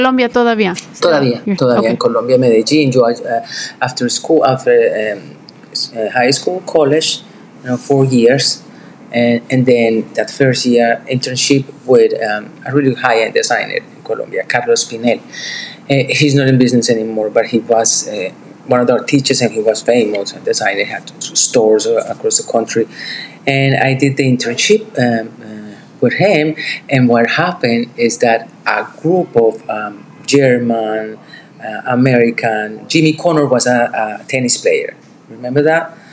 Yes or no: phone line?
no